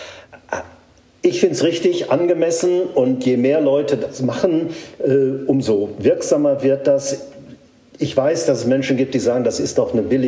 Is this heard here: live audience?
yes